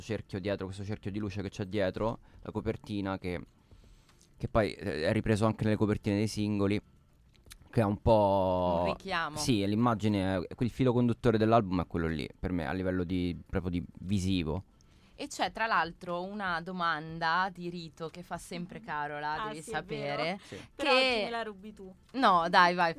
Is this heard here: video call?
no